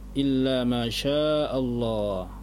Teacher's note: Ini baru mat arid li sukun. Boleh 2, 4 atau 6. Tergantung awalnya bacanya berapa mat aridnya.